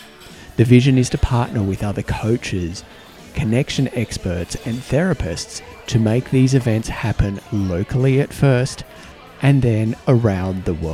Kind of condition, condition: setting, busy venue